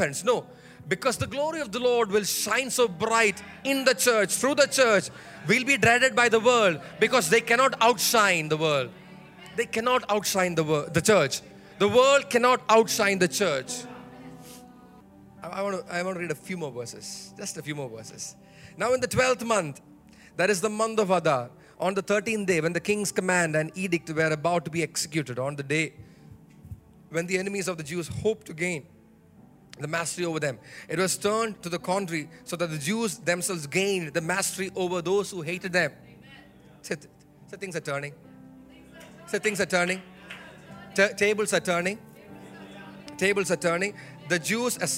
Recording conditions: large echoing room